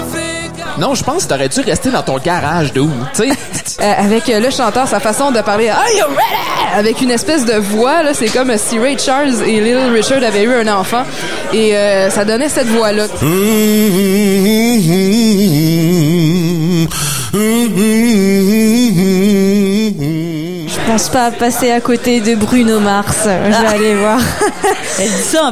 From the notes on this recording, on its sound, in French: Émission spéciale sur le Festival d'été de Québec, en direct du bar Le Sacrilège, diffusé à CKRL 89,1.